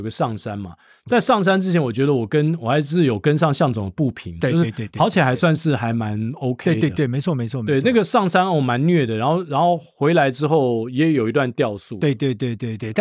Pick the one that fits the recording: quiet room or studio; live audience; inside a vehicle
quiet room or studio